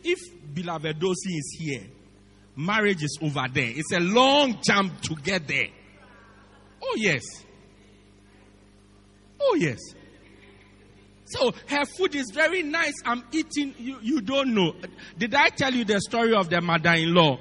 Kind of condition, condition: setting, large echoing room